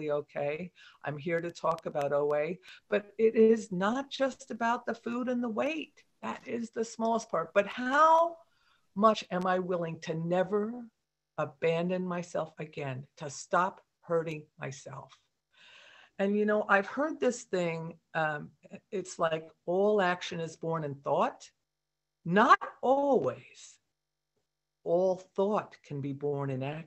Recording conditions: video call